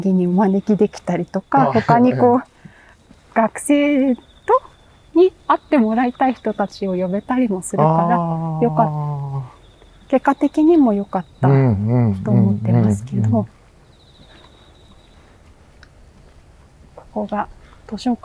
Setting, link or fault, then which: setting, outdoors